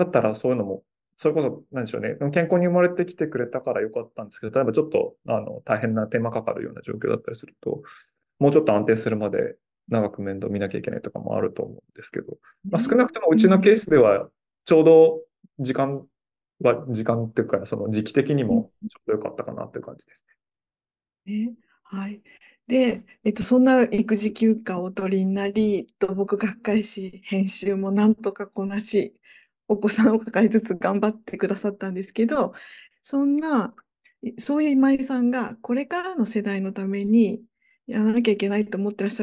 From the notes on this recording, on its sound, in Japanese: 収録場所： オンライン (Zoom)